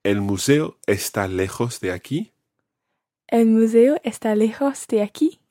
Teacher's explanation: raising your tone at the end to say, to ask a question